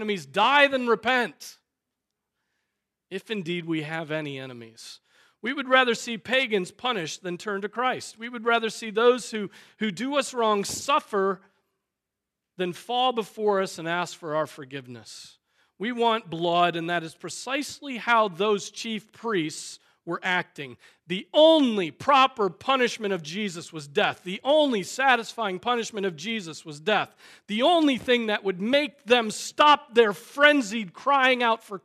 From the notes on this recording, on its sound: Preached on July 9, 2023 at Trinity Presbyterian Church